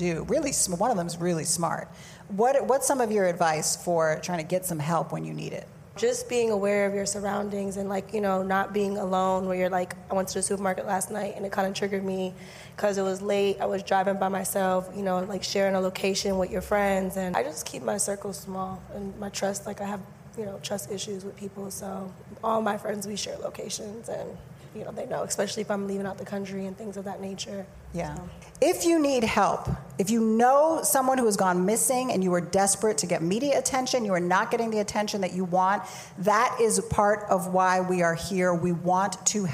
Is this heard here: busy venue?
yes